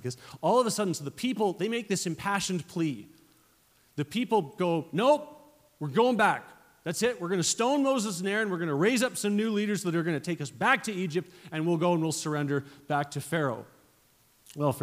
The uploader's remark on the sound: at Resurgence Edmonton on Saturday, January 12 at Shiloh Baptist Church.